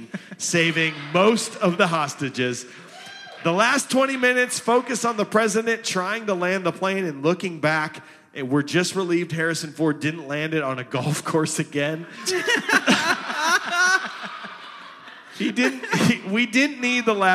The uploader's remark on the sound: We are in front of LIVE studio audience in Cedar Rapids, IA.